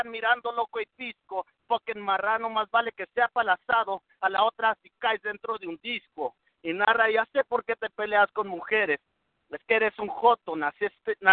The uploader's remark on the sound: 3 way phone battle